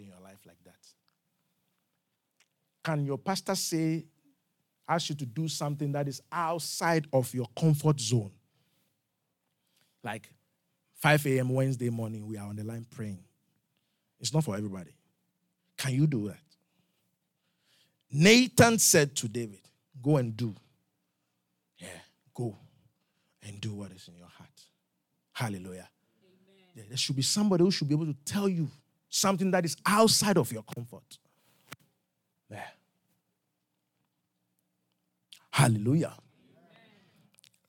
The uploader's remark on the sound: Revelation Service | LIVE from Charis Center | Albany, New York